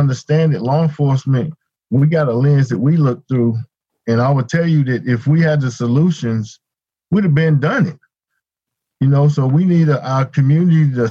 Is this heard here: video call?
yes